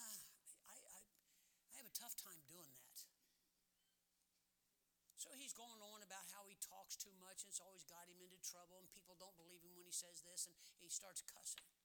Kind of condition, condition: setting, large echoing room